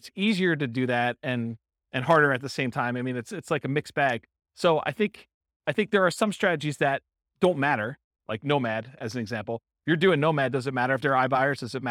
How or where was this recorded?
live audience